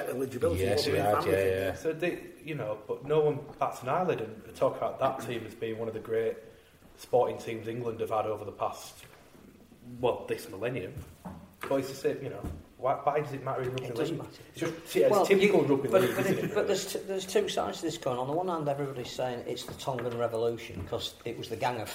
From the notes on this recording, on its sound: LIVE at Newcastle Central Library. We were joined at the Central Library on stage. In front of a live audience.